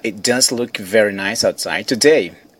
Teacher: aqui ela nem pronuncia o T